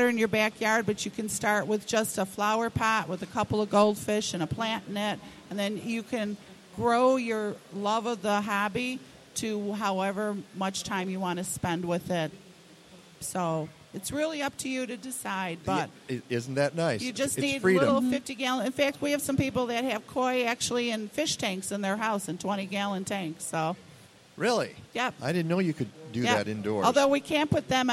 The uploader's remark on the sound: LIVE from the Chicago Flower & Garden Show